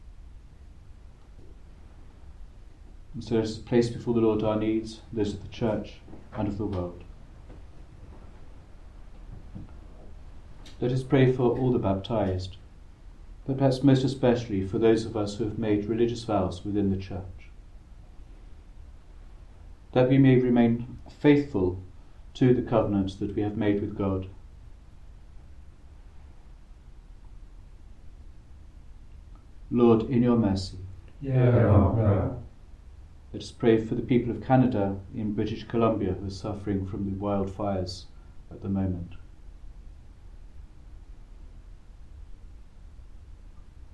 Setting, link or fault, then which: setting, large echoing room